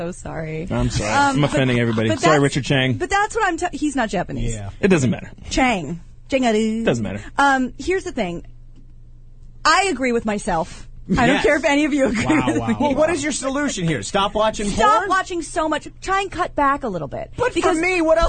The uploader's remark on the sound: Your live calls and tweets!